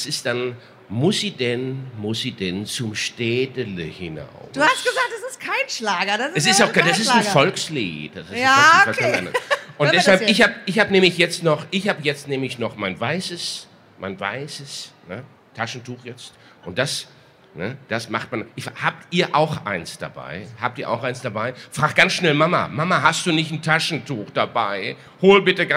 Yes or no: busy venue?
yes